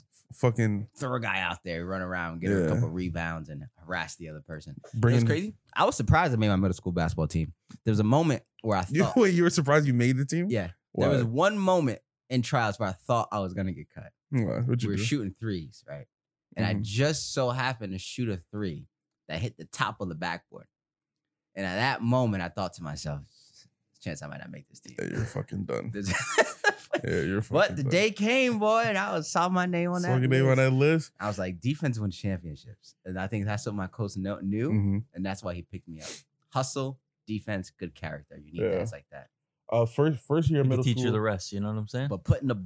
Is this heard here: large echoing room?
no